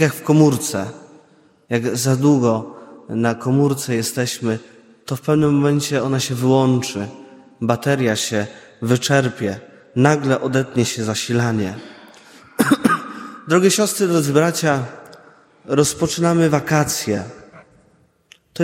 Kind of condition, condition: setting, large echoing room